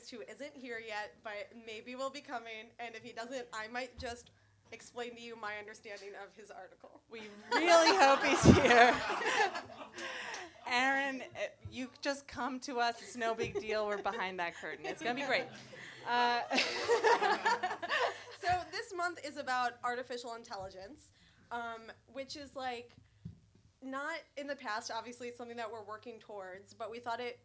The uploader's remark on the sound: Recorded Live at Union Hall.